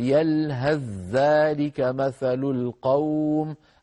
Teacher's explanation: ممكن نشوف على اللوحة التي بين أيدينا، انظروا إلى يلهث ذلك في السطر العلوي، تجدون الثاء في يلهث ليس عليها سكون، والزال في ذلك عليها شدة وفتحة، شدة دلالة على تحول الثاء إلى زال وإدغام الزال في الزال · Term: الإدغام